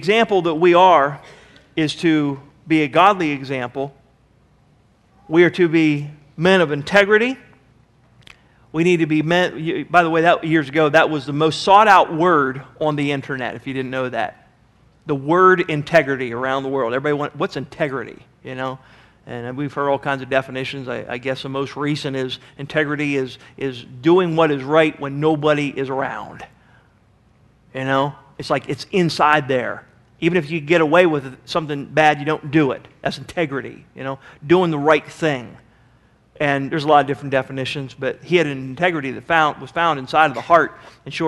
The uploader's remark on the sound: Sermon was recorded June 21, 2009 at Northside Baptist Church of Elkhart, Indiana